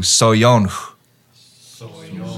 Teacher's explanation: So vowels will be added into them during the songs just to make it easier to sing. So the word sonch gets extended to soyonch.